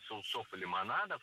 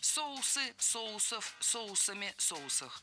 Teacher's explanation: Это слово с неподвижным ударением на основе. Поэтому во всех формах ударяем первый слог. · Shown in: second take · Соусы, соусов, соусами, соусах.